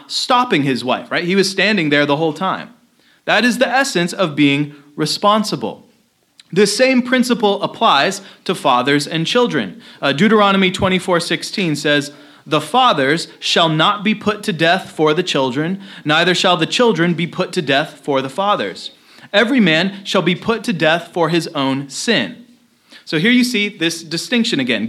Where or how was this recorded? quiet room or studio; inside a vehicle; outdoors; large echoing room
large echoing room